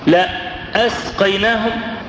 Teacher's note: حرف الألف بالهمزة المقطوعة تحس ان فيه شدة، في وقفة كده